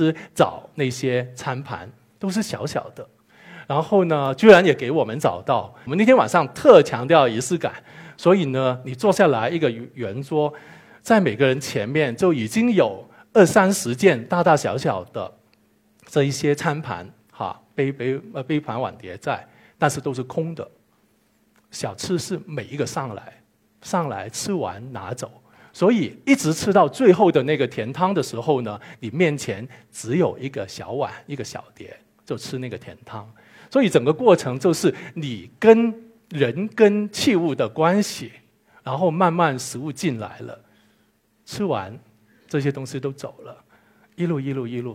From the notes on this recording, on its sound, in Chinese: 一席现场